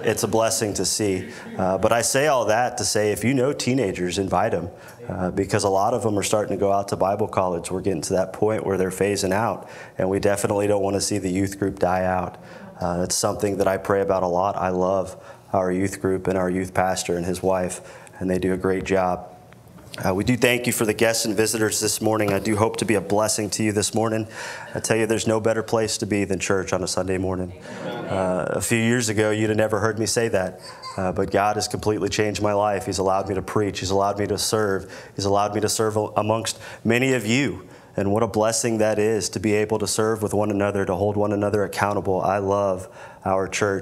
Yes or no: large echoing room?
yes